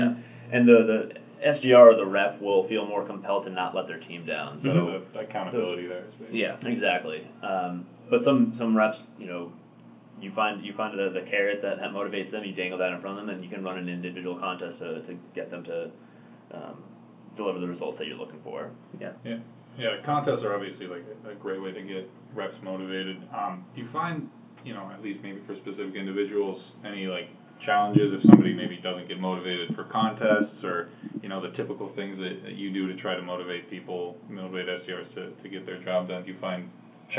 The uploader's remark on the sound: Please excuse the weird audio quality in this episode!